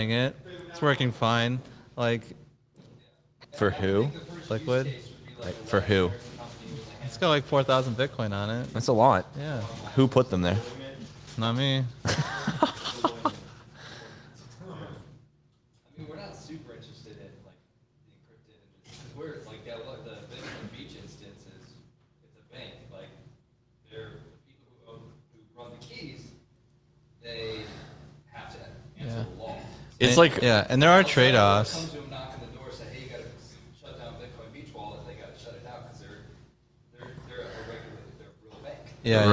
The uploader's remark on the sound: Pleb Broadcasting Service was broadcasted from Austin, Texas. In front of a live Pleb audience.